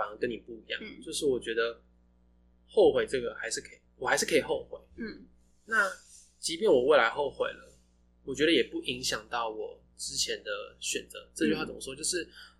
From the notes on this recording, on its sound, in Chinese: 這一集的音質比較不好，再麻煩你拿下耳機收聽會更合適。